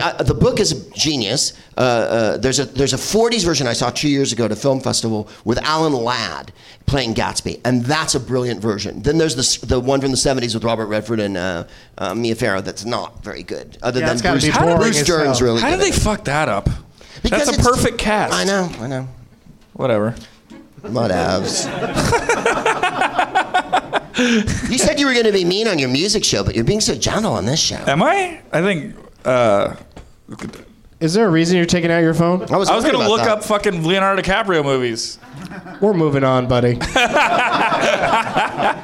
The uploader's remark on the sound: Live from the NerdMelt Showroom in LA